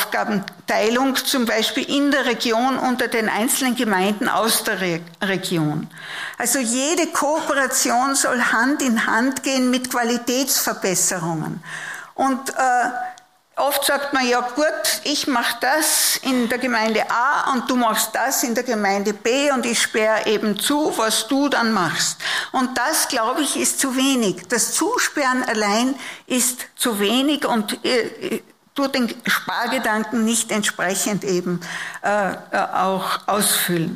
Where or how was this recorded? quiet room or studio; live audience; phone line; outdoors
live audience